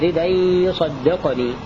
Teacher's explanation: بنقل حركة الهمزة إلى الدال الساكنة وحذف الهمزة فيه فأرسله معي ردا يصدقني فيقرأها هكذا ردا يصدقني هكذا يقرأ نافع بنقل حركة الهمزة إلى الدال وصلا ووقفا وإذا وقف يقف يقول ردا.